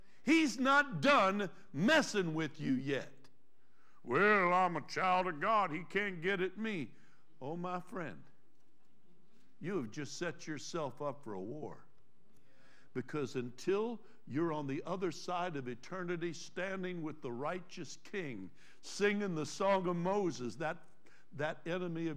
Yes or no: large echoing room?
yes